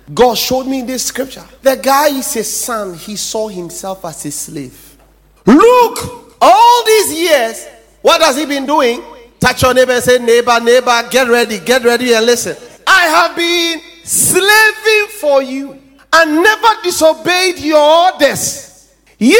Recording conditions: large echoing room